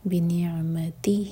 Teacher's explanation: ہی کی ضمیر سے پہلے تی پر زور. بِنِعْمَتِهِ ہی مد سلا کبرا تو چار حرکہ لمبا.